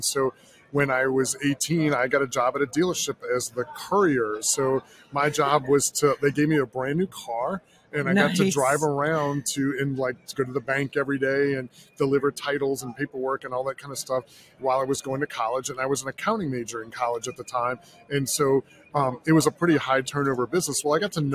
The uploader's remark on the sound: Comes to you from NTEA’s Work Truck Week 2023 in Indianapolis, one of the industry’s largest fleet expos. The interview takes place in Knapheide’s booth on the show floor where they were celebrating 175 years in business.